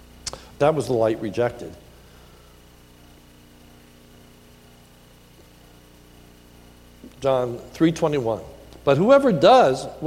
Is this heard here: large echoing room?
yes